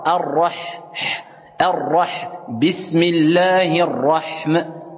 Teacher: Donc on va pas dire ar-rah, on est obligé de sortir ici de l'air quand on prononce cette lettre ha · Term: al-hams